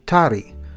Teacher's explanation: Toddy is from the Hindi word, tari, spelled T-A-R-I, but pronounced with the R sound approaching an English D